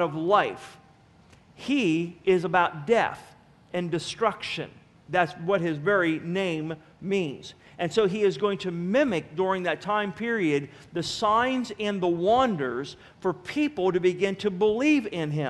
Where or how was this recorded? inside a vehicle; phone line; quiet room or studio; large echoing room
large echoing room